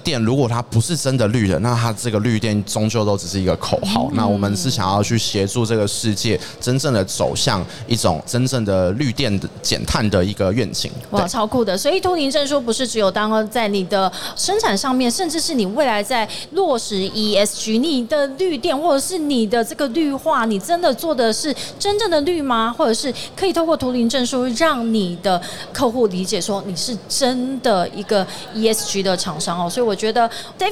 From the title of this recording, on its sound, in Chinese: 2022 Taipei Cycle台北國際自行車展-Live Podcast